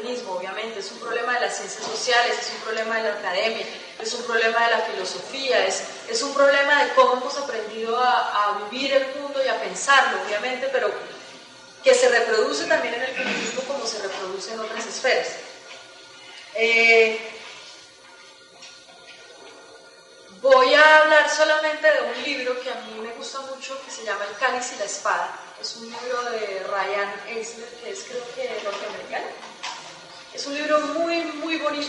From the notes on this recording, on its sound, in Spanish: realizado en las Jornadas "mayo del 68-98: Vigencia del Pensamiento Libertario", realizadas en Bogotá